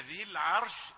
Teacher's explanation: ذي حذف مدها من أجل الساكن الذي بعدها